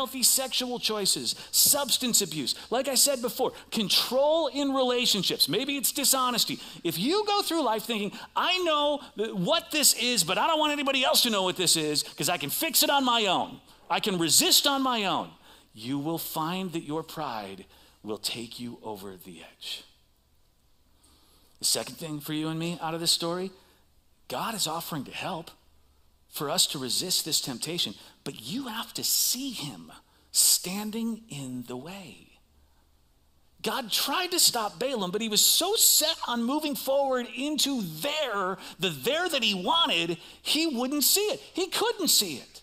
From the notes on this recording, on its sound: Recorded live at CrossWinds Church on Jan 14th, 2024